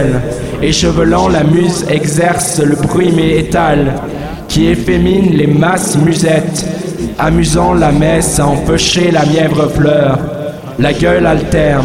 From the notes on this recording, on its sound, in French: Lecture faite à Grenoble au 102 rue d’Alembert un ancien squat devenu un repaire de hipster